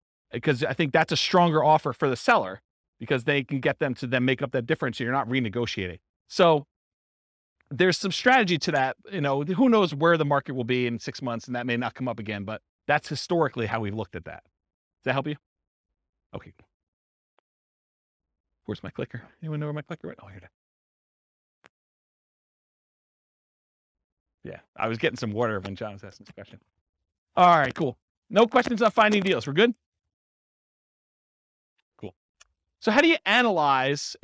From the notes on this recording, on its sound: This was a live class recorded.